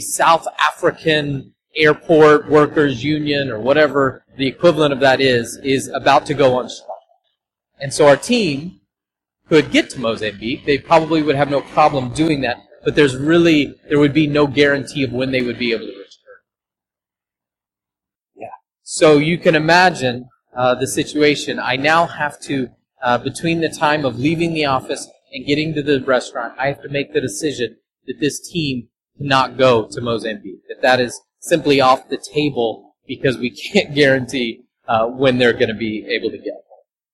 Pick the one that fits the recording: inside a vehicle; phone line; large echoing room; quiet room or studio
large echoing room